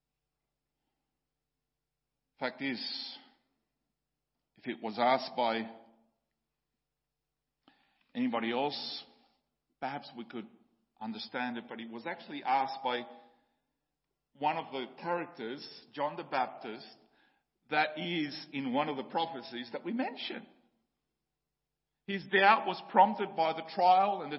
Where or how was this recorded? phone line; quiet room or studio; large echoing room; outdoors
large echoing room